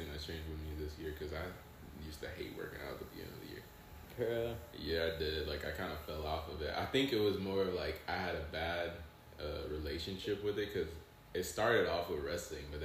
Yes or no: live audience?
no